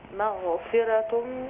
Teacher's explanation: الميم رقيقة لكن الغين ليست رقيقة